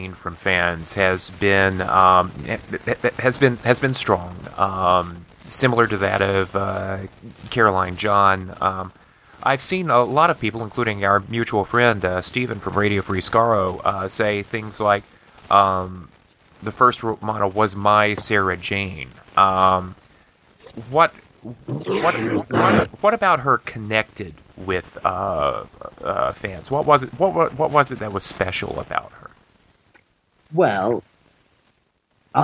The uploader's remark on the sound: There were some unexpected audio glitches this time; I hope you'll bear with them.